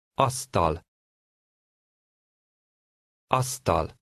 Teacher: Pronouncing the final L very lightly